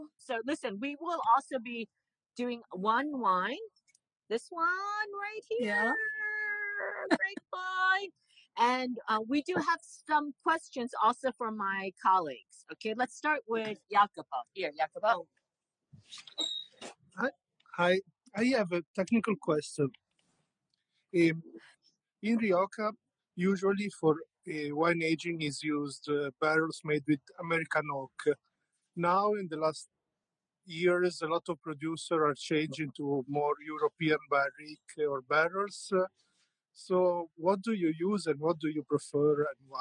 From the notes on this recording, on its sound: recorded on instalive during the pandemic